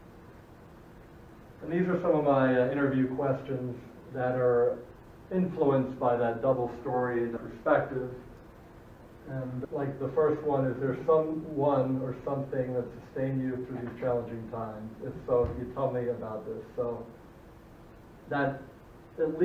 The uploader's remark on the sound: recording of my dissertation defense to the faculty of Family Therapy at Nova Southeastern